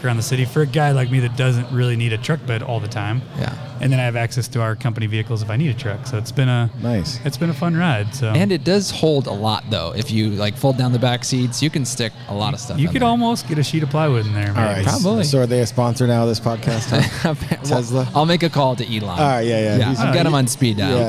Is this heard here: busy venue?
yes